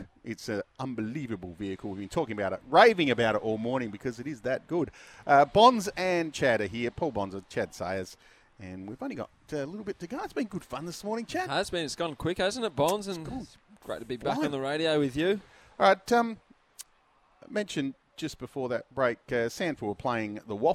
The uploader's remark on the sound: on location at Solitaire Volkswagen in Medindie